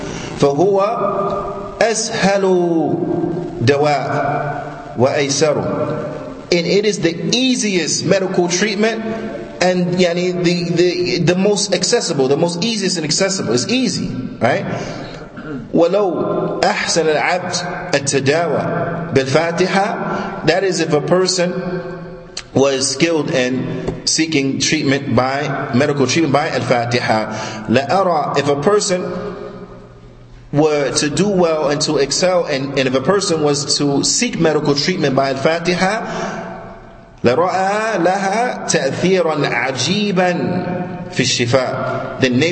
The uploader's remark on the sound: Lecture given at Masjid Nur Allah, Queens, NY